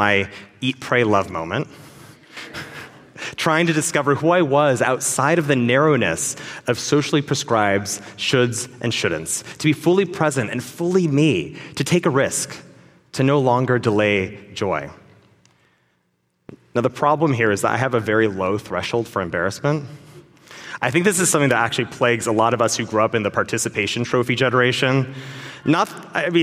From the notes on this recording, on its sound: At our 5784 Kol Nidre service